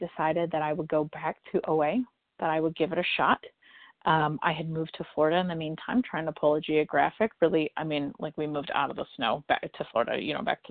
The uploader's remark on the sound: from the 100 Pounders Phone Meeting on 12/14/20